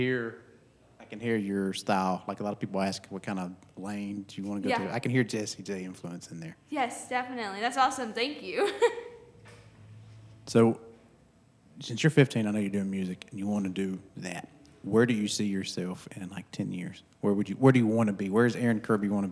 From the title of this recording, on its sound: live from the Oakhouse in Canton Ga